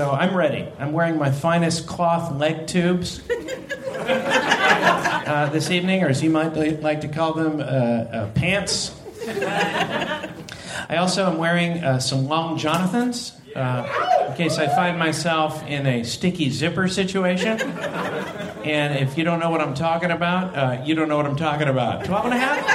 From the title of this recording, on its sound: Live from San Diego!